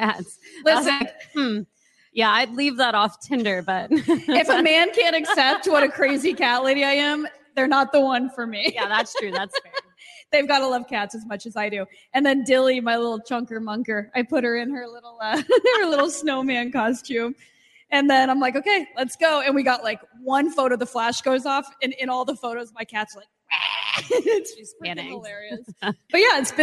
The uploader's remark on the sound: Season 3 kicks off with our "Total Ship Show LIVE" from Hail Varsity Club in Omaha, Nebraska.